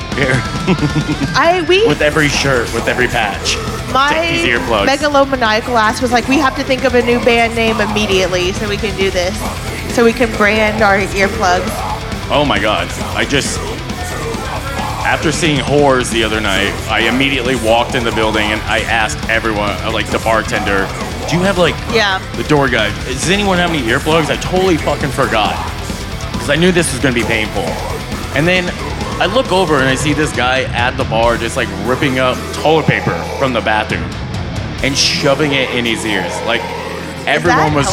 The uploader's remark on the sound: Taking over the stage of The Lost Well in Austin, TX. Recorded Live at The Lost Well in Austin, TX.